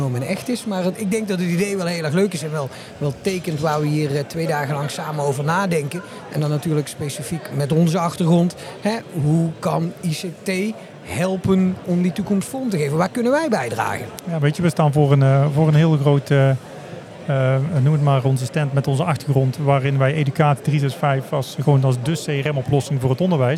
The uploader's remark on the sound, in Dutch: Live vanaf de SURF onderwijsdagen